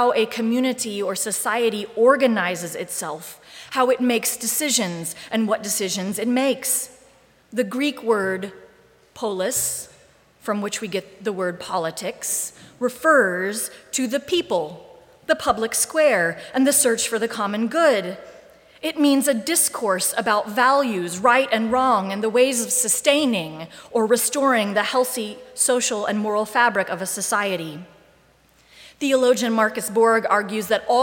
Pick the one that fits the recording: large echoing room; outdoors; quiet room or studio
large echoing room